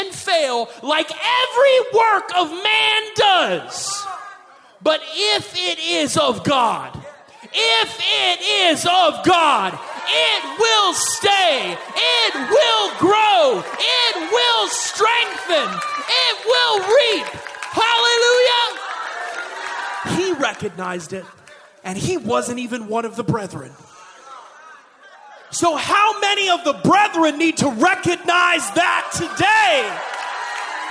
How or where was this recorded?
large echoing room